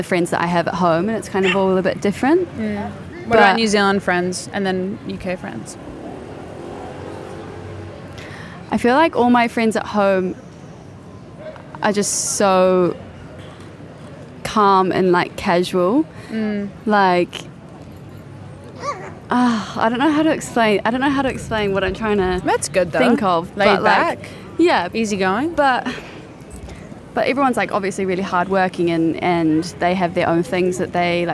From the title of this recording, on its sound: outdoor episode in soho